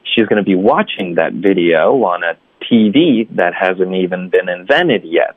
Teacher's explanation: 就是有一个会走几步，然后有一个重音，走几步有一个重音